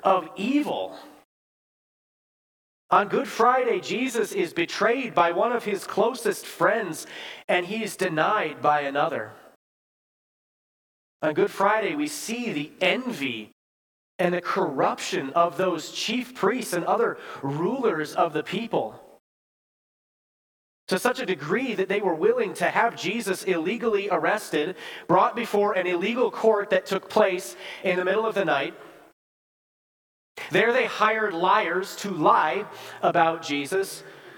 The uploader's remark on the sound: Bethany, Appleton, WI. Preached this sermon at Bethany's Good Friday worship on April 7, 2023.